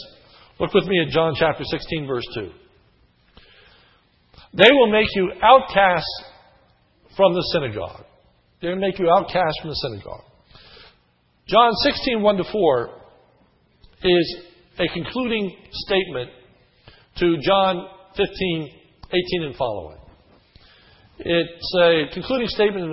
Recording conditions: large echoing room